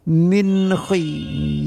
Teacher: Min khi tanwin baris 2 nun mati bertemu dengan kha, yaitu dengan izhar tidak berdengung · Term: izhar halqi